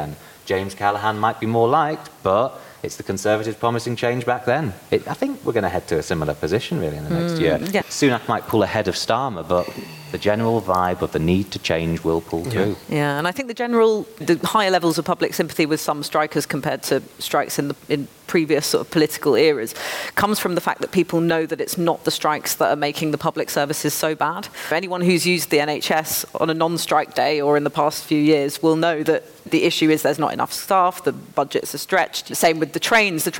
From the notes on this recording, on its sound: A special episode of the New Statesman Podcast recorded live at the Cambridge Literary Festival.